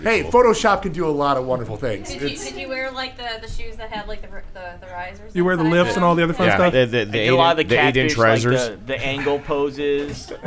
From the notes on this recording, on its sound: Adepticon #6 LIVE. We’re back at Adepticon for another chaotic live recording.